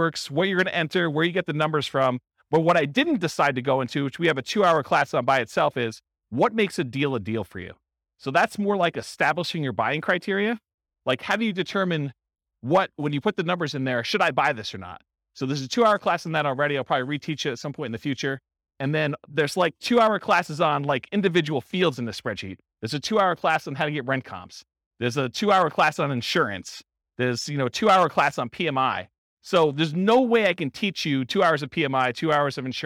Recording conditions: live audience